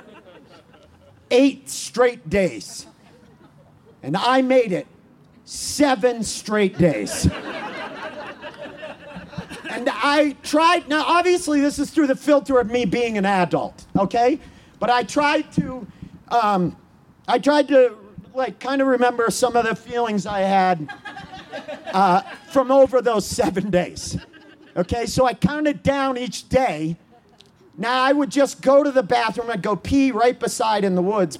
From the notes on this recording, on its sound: In front of outdoor audience, in the parking lot of Buntport Theater. In front of outdoor audience, in the parking lot of Buntport Theater.